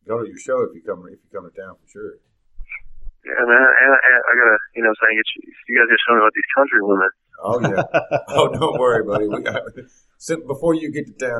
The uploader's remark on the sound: on the phone